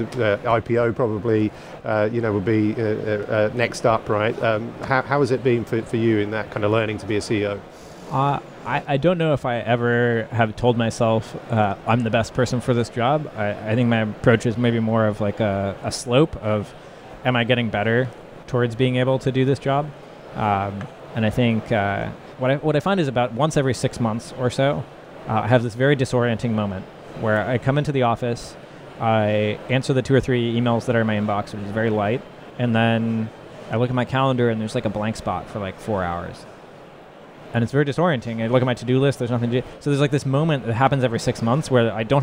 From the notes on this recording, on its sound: live at Slush 2019